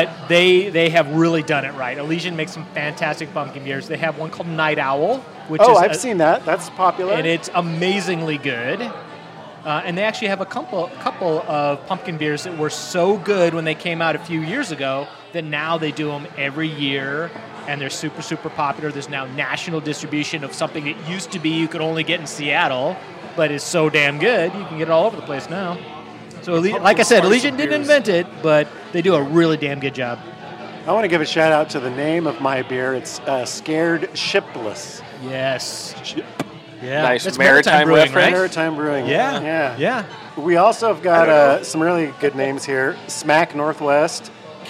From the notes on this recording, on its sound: Recorded live at the DeLuxe Bar & Grill in the famous Capital Hill neighborhood. Arguably one of the least-divey dive bars we've visited, this historic watering hole has gobs of history and ghost stories.